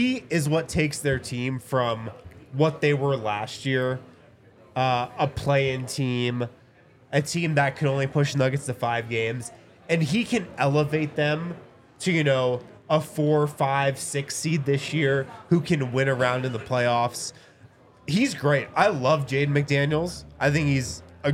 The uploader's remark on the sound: LIVE from the DNVR Bar